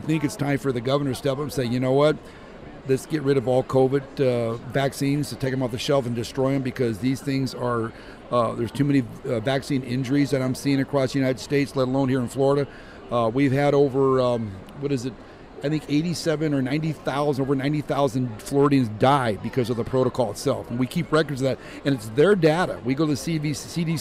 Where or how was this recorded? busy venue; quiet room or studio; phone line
busy venue